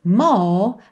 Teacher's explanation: Já na segunda linha, onde a gente tem I gave you more than I could give, percebe que a gente não tem more. Então, a gente tem esse R com uma pegada mais britânica, que é o quê? Um alongamento da vogal anterior. More, ao invés da enrolação do R.